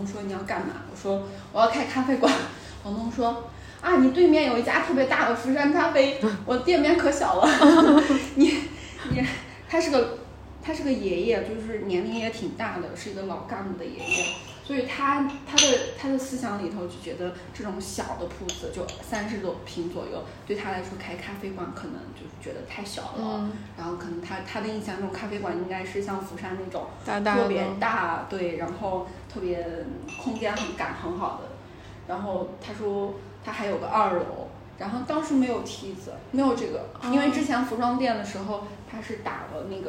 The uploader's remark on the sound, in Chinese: 这期老街咖啡馆我们是在位于太阳庙门的“且停”咖啡馆录制的。咖啡店旁有一棵大大的葡萄树还有一院子猫咪朋友。